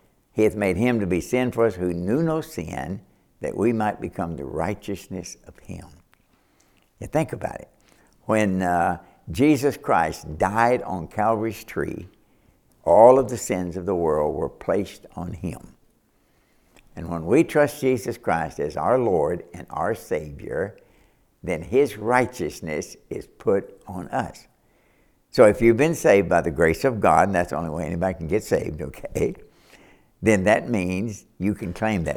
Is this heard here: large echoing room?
yes